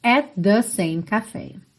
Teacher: At the, só soa um T